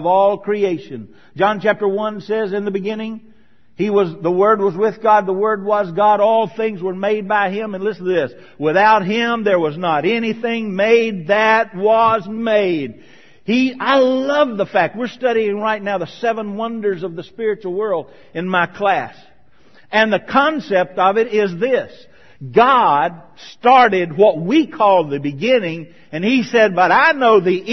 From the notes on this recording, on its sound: sermon from May 2013 at Marcus Pointe Baptist Church